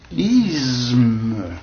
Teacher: Me étant une sonore, c'est-à-dire comportant des vibrations glottales, par assimilation, le se qui précède a une tendance, qu'on le veuille ou non, à devenir sonore lui-même